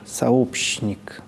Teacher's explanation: читаются с долгим мягким «щ»